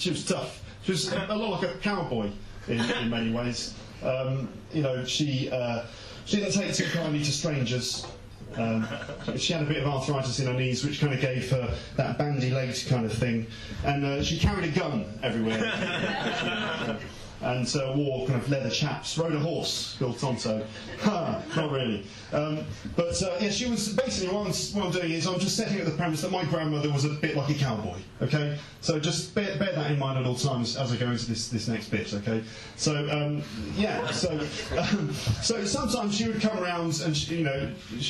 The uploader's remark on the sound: Listen to a recording of a recent gig.